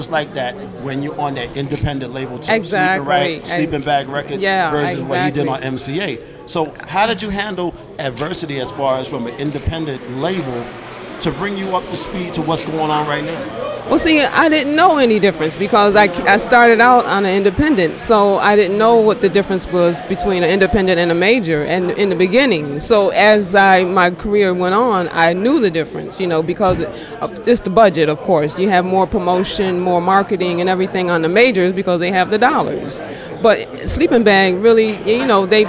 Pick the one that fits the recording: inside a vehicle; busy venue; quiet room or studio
busy venue